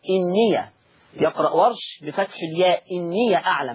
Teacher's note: يقرأ ورش بفتح الياء · Term: فتح ياء الإضافة